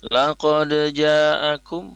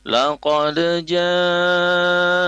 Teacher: jim yang berharokat fathah setelah kalimat laqad tadi itu dilafazkan panjang 4 harokat · Shown in: second take